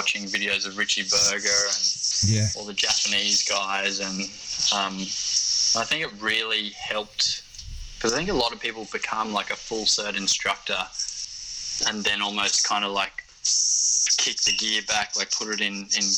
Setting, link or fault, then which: fault, poor sound quality